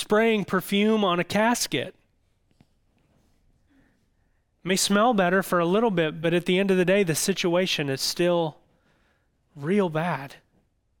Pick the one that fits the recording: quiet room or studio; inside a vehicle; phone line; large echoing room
large echoing room